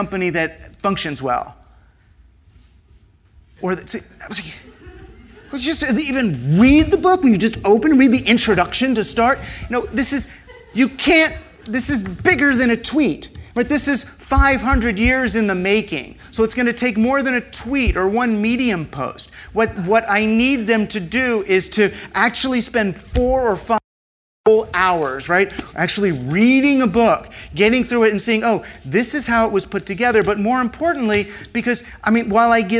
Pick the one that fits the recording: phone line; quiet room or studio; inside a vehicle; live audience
live audience